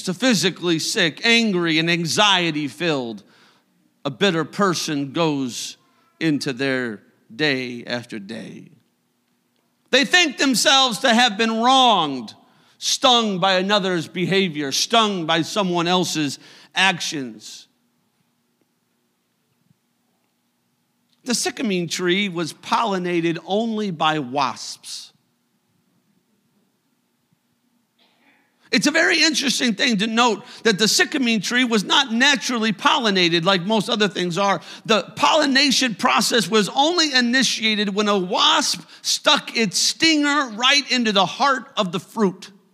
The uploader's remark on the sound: a service recording from Connect Point UPC